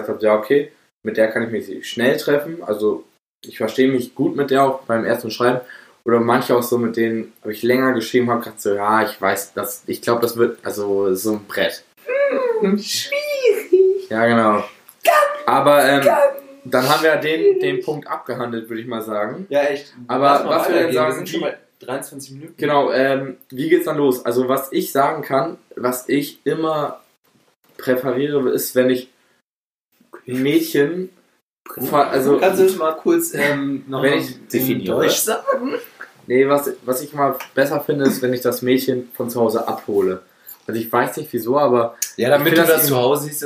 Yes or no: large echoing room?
no